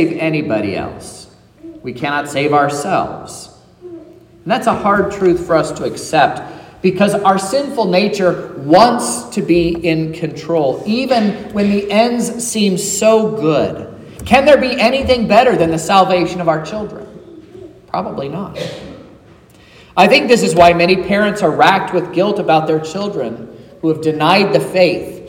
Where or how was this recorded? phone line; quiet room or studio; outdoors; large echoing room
large echoing room